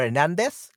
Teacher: But Hernandez, okay, or Hernandez, like we say in Latin America, because we don't pronounce the Z sound, we pronounce it like S.